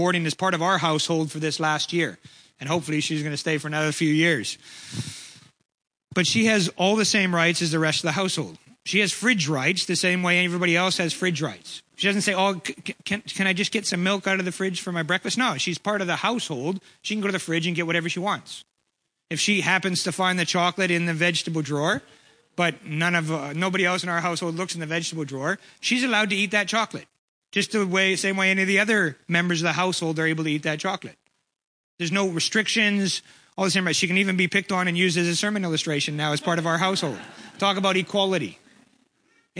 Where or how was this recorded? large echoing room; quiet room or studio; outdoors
large echoing room